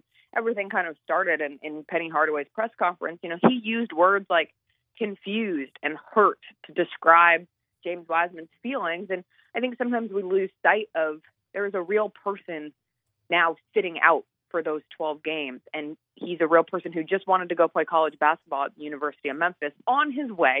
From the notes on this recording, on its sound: call in for an update